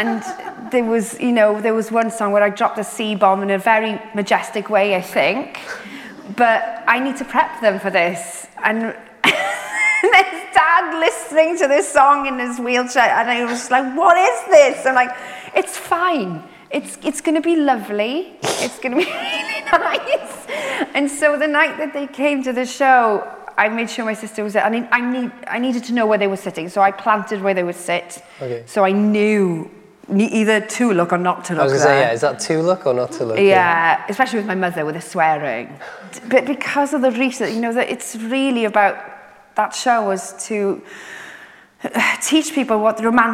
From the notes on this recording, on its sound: This is the first part of our conversation recorded live at St John's Church in Cardiff. In front of a live audience.